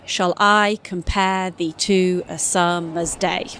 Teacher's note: a 10-syllable line with alternate unstressed and stressed syllables · Term: iambic pentameter